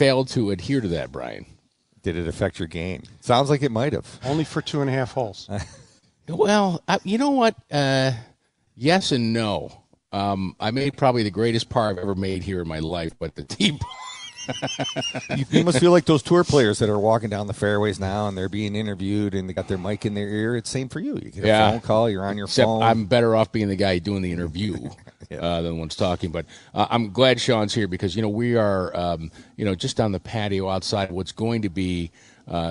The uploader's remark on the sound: T2G Live From Lancaster Country Club.